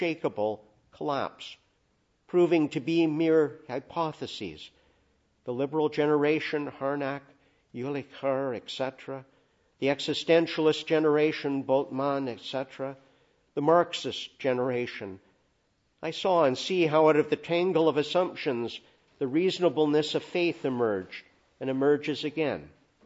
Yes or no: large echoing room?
yes